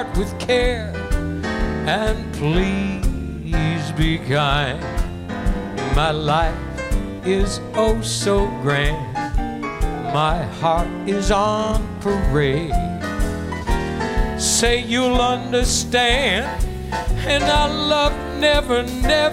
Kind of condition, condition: setting, busy venue